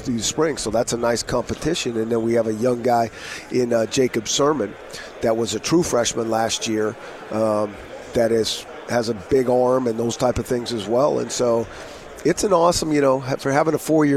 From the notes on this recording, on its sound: Live from Pac-12 Media Day.